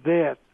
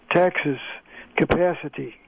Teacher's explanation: the words spelled with short A moved up to the sound of yeah. That's common enough before letters M and N in most parts of the country. · Term: Northern City Shift